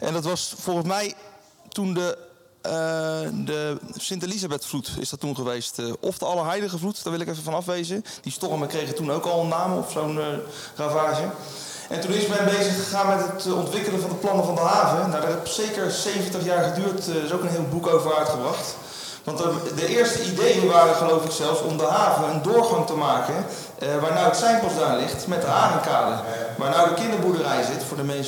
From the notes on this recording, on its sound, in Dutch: Nemen we live op vanuit het Schevenings Muzee. Voor het eerst gaan we de podcast opnemen met publiek.